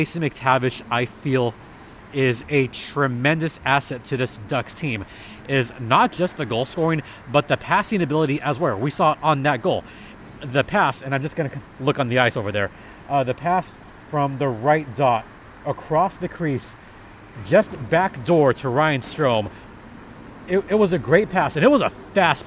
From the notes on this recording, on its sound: records from Acrisure Arena following the game